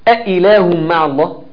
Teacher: الهمزة فيها انقطاع صوت وانقطاع نفس، وهنعوز ان الهمزة دي بالذات ما نهتم بها، ما نجريش فيها النفس ولا نجري فيها الصوت، بحيث ان هي تطلع مظبوطة من مكانها الصحيح كمخرج وكصفات.